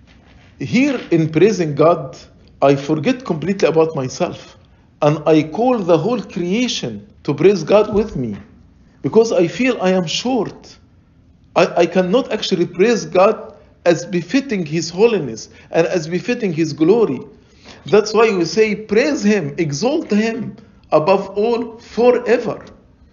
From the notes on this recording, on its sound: Lecture ~ Liturgy & Life Convention